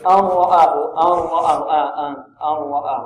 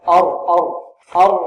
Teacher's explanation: يعني تصير النون راء خالصة ليس فيها رائحة النون وليس فيها غنة · Shown in: second take